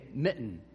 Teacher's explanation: that little hook sound in there, you're actually stopping the air in the middle of that word. You don't realize you do it. · Term: glottal stop